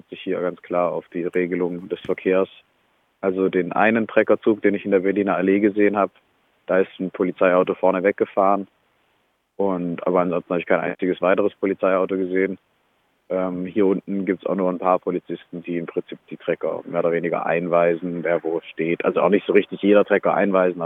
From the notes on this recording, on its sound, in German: Am Europaparkstadion in Freiburg. Berichtet im Telefongespräch live.